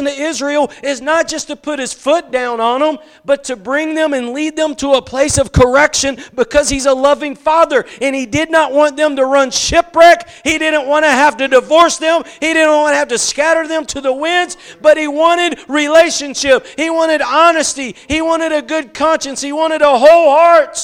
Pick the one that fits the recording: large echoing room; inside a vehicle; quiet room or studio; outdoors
large echoing room